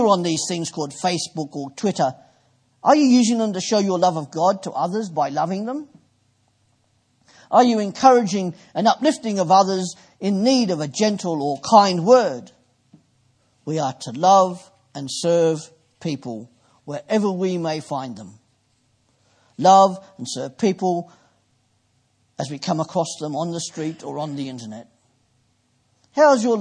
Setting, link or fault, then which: setting, large echoing room